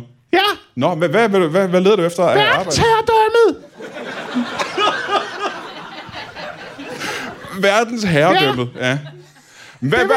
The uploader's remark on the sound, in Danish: LIVE fra HCA Comedy Festival